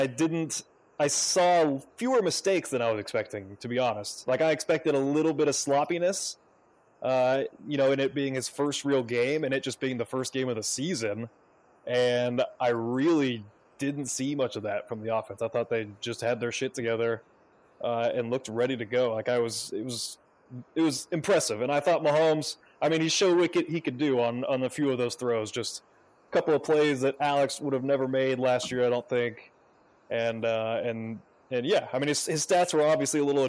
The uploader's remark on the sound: Apologies for any audio issues.